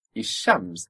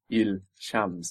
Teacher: So before sh, the L will also assimilate. · Shown in: first take · So if we have a word like shams, which means sun, the sun is ishams rather than il shams. · Term: L assimilating